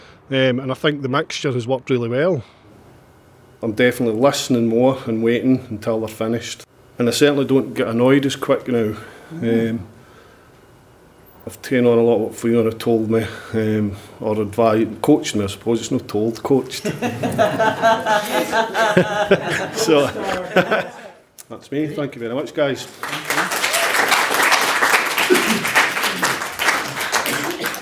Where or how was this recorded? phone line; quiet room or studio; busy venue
busy venue